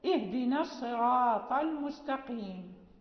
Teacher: ولو حال ألف، ولو أنه يعني جاء الألف بعد الراء وبعده حرف استعلاء فيمنع ترقيق الراء، مثلا الصراط، اهدنا الصراط المستقيم، فلا ترقق الراء لأجل الصاد بعدها ولو حال ألف، يعني ولو أنها فيها حاجز الألف بين الراء وبين الصاد، بين حرف الاستعلاء كذلك.